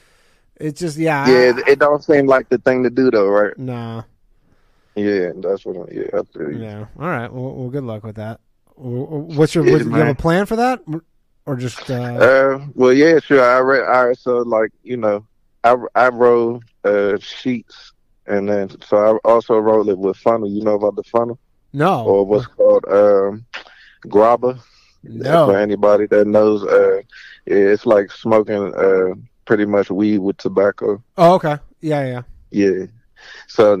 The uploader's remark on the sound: The bad advice question/call in show.